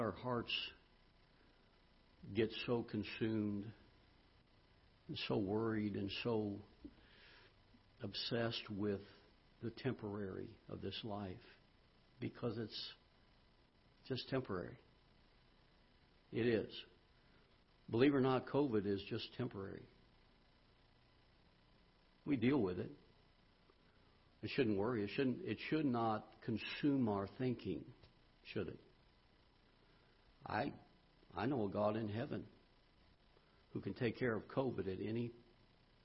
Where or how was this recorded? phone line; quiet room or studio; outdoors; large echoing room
large echoing room